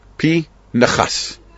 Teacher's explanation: the N is not attached to the P. It's attached to the Chas.